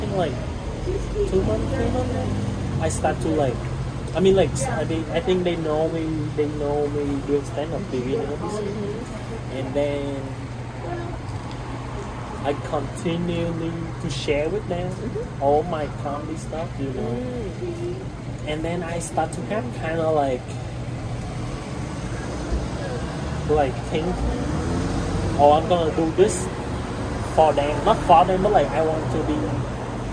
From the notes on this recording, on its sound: They chat outside a coffee house in Long Beach.